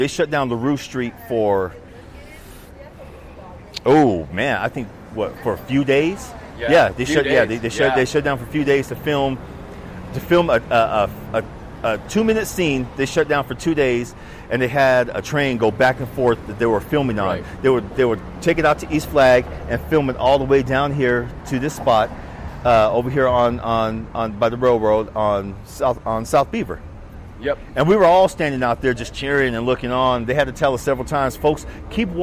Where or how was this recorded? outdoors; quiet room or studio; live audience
outdoors